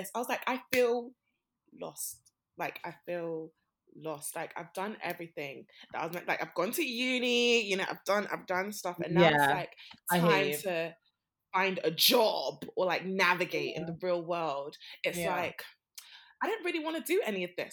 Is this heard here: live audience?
no